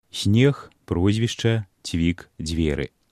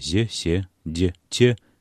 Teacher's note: У гэтых беларускіх словах гучаць мяккія, крыху за ценнем шапялявасці гукі. Падкрэслена мяккія зе, се, дзе, це, яскравая рыса гукавой сістэмы нашай мовы.